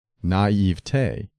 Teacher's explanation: It is acceptable to stress the middle syllable, naivete, but the weight of authority favors the primary accent of the final syllable, naivete, which should rhyme with day, never with t.